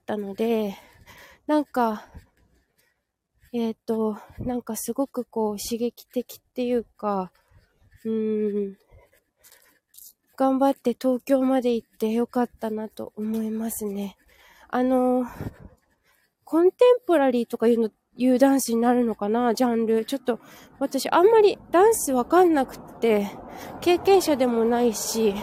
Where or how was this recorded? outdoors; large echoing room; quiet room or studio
outdoors